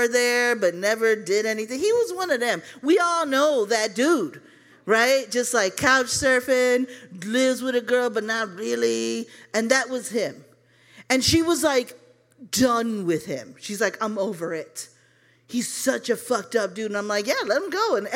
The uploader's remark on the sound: It pairs our readers' personal stories about a first-time experience with a song performance. This unique structure allows the story to resonate with audience members as they experience the accompanying song covered by our house band, live at Martyrs in Chicago's North Center neighborhood.